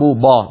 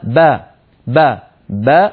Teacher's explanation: علينا أن ننتبه إلى عدم تفخيم الباء لمجاورتها لحرف الطاء المفخم المستعلي المطبق · Shown in: second take · فلا نقول مثلا بطشتنا با، لا تقول العرب با بل يقولون با با با. · Term: الباء المرققة